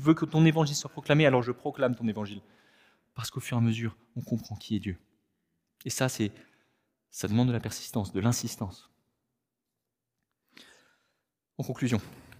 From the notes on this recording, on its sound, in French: Enregistré à l'église CVV